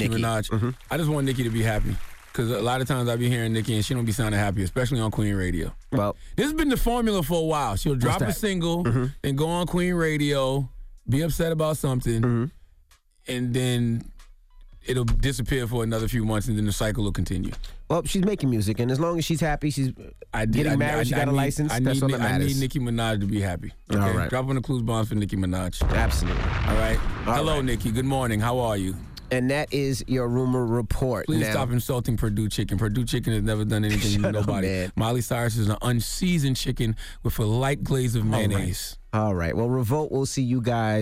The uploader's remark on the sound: We opened up the phone lines.